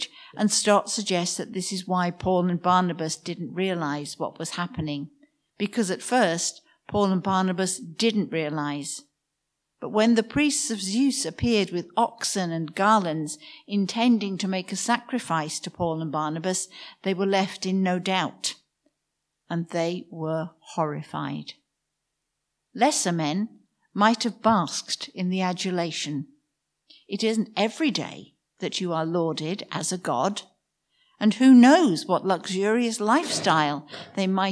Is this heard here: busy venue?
no